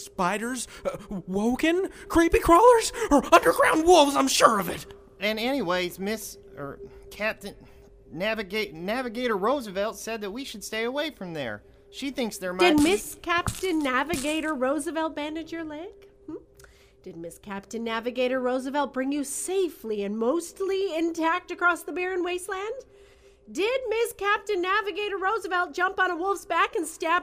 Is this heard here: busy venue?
no